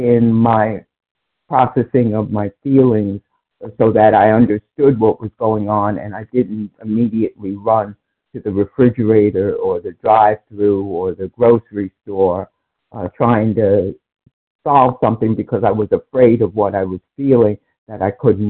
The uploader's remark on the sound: from the 100 Pounders Phone Meeting, 1/5/24